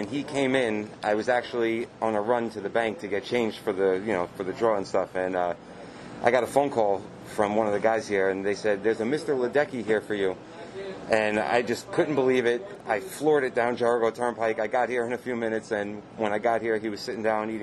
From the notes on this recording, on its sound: takes the podcast on the road to the Blue Line Deli in Huntington